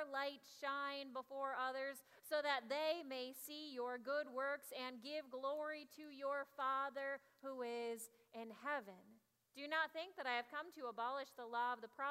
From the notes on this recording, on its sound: Audio from the 9am service. Zion United Church of Christ.